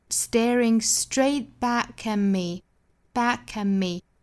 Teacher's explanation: At 和 me 都不做重读。Staring straight back at me, back at me, back at me.哒哒哒，后面两个词相对弱下来。第三句,When will my reflection show?